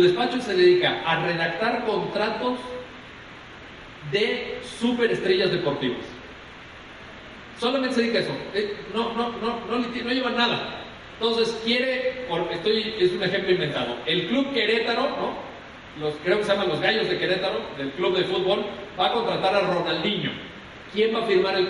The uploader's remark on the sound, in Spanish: Impartida el 26 de Mayo de 2015 en el Auditorio Ponciano Arriaga de la Facultad de Derecho de la Universidad Autónoma de San Luis Potosí. Conferencia Magistral. En el Auditorio Ponciano Arriaga de la Facultad de Derecho de la Universidad Autónoma de San Luis Potosí durante la celebración del los 30 Años del Bufete de la Garza.